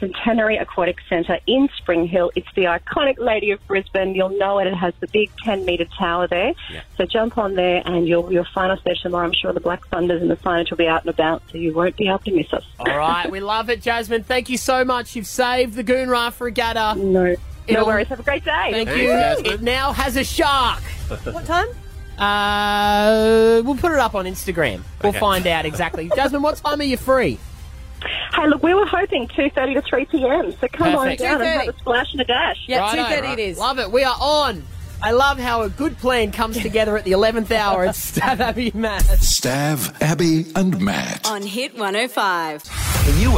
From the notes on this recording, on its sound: called in with some exciting news